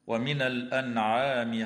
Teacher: إظهار حلقي للنون الساكنة عند حرف العين في كلمة الأنعام